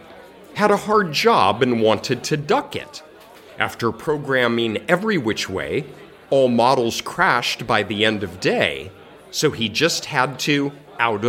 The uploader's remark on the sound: Live from The Rusty